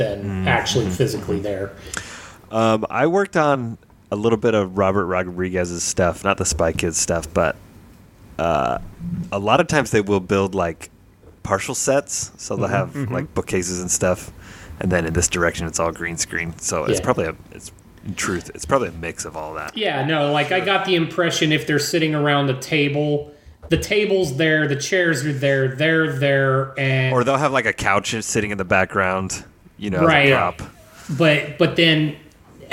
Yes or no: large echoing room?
no